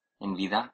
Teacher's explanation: en su pronunciación de envidia, hay un sonido claro de V y no de B.